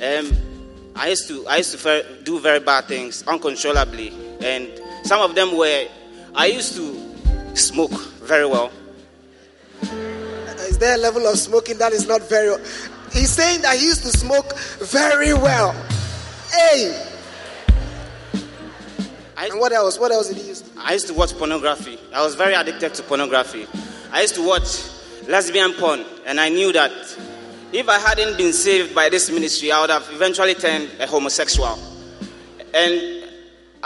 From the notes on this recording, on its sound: Preached at the First Love Center, Accra.